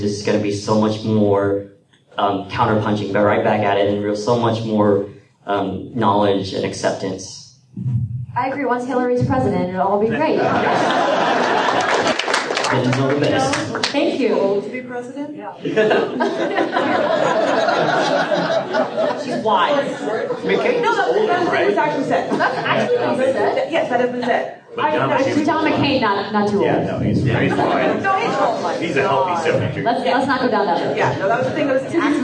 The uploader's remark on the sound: The F-Word panel at PAX Prime 2014.